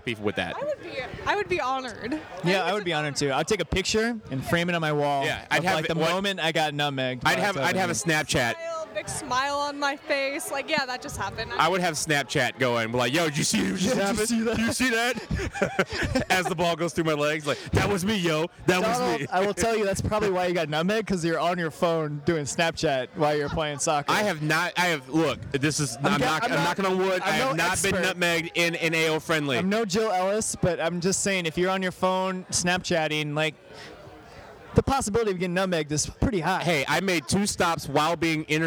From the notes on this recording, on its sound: In St. Louis. We recording at the Night Before event with the St. Louis chapter at the Amsterdam Tavern.